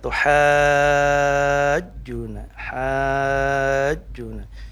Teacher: Itu ada mad kemudian diikuti huruf yang bertasydid, ini namanya mad lazim mustaqal kalimi. Panjangnya 6 harakat.